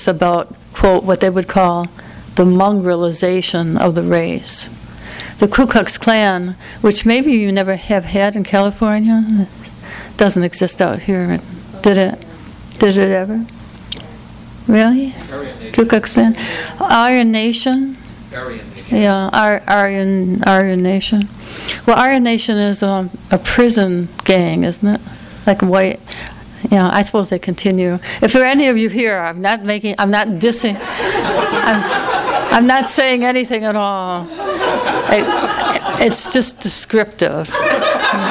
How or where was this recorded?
live audience